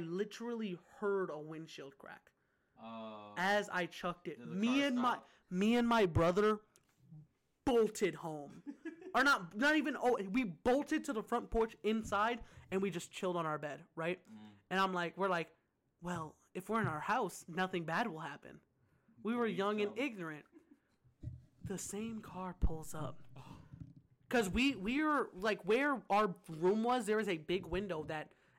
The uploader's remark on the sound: NEW YEAR event we did it this year. We talked in person sorry for the audio if it's way too loud.